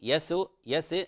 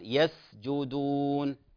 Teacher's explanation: سين من حروف الهمس هنا، ولا تقلقل ولا تقلقل · Shown in: second take